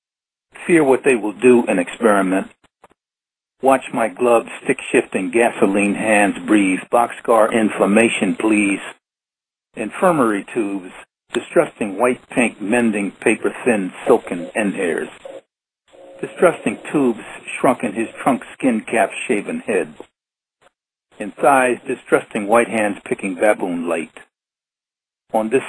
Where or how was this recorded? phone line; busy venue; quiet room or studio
phone line